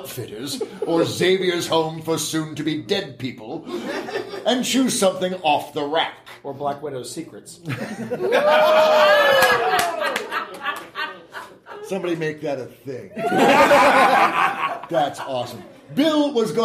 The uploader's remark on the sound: LIVE at Balticon 52. A rather magical Mystery Meal done live!